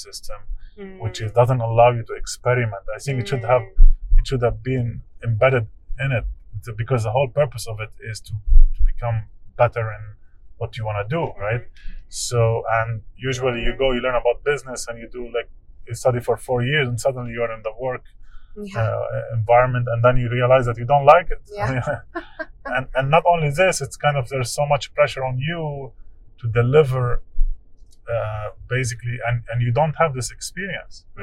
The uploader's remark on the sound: We recorded the session during a car ride through Basel, Switzerland.